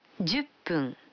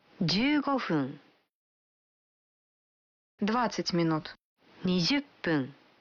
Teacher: Вы заметили, что когда фун добавляется к 10, дю, то произносится пун